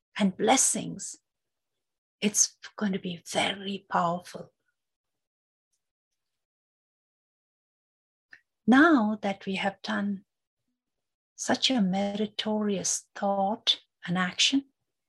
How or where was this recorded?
video call